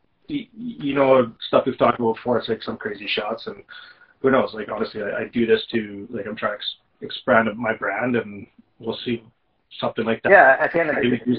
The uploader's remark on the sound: Apologies for the not so stellar audio.